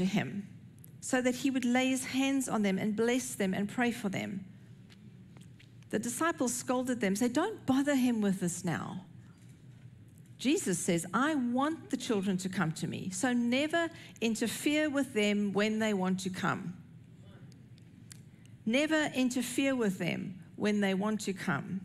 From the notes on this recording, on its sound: recorded at Northlands Church on June 25, 2023